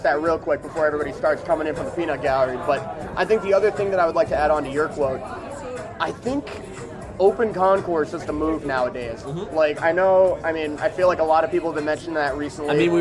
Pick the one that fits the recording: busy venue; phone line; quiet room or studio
busy venue